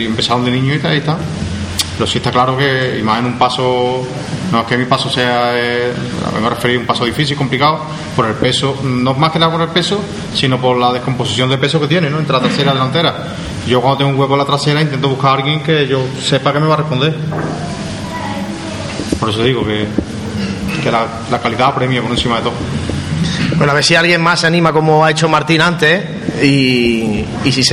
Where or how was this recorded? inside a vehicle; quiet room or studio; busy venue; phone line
busy venue